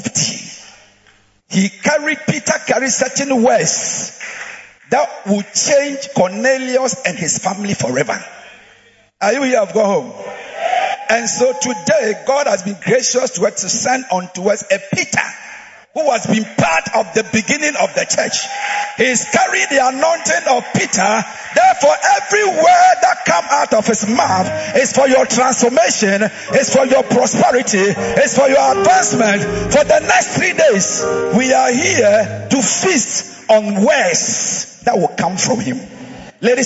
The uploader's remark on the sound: Preached at the Proton Convention Day 1 - Makarios Church, Ashaley Botwe